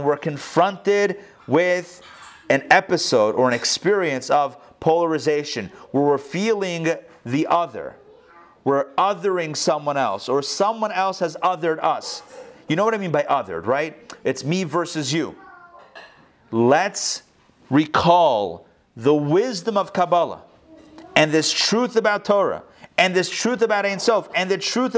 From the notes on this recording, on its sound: Recorded live in Atlanta on November 29, 2020